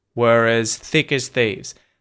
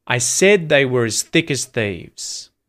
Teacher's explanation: the words as get reduced to just us. So they're not emphasized in these sentences.